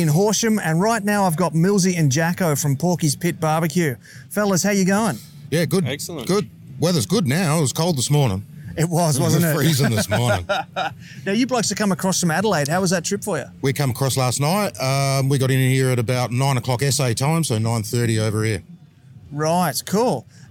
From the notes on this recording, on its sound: Live at Meat Meet 2019. Come down to Horsham in Victoria for the Meat Meet BBQ Competition.